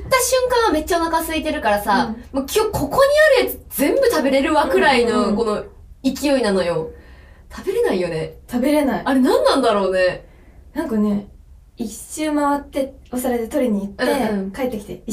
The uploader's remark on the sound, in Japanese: 録音状況が悪くてすみません！